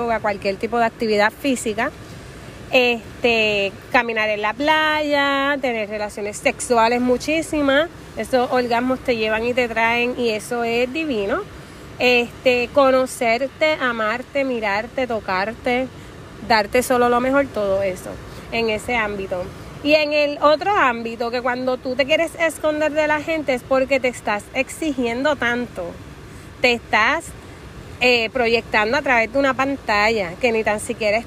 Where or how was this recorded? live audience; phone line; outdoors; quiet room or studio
outdoors